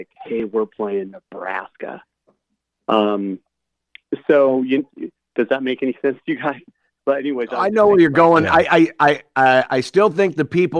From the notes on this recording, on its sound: Bring on the phone calls.